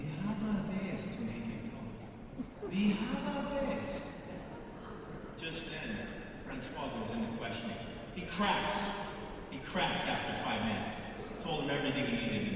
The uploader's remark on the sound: Most of the content in this episode was recorded at The National Italian American Foundation’s (NIAF) New York City Gala this past April. We have also included a fun segment at the end of the episode where we talk to some passionate Italian-American Met fans.